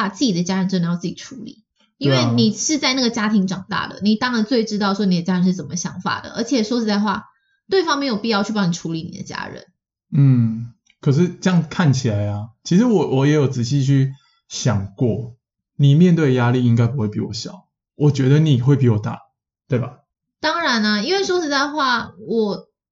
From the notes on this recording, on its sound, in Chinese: 本集錄音當下有點小問題，聲音品質受到影響，請見諒囉！